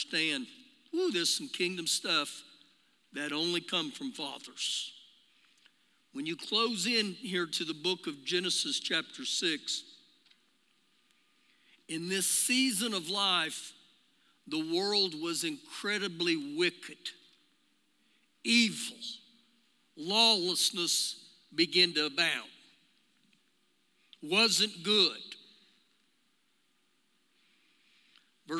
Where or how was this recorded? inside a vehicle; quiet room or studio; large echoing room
large echoing room